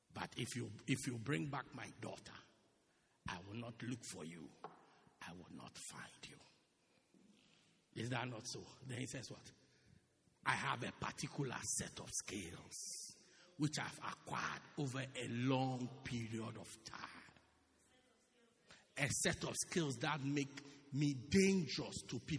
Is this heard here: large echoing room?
yes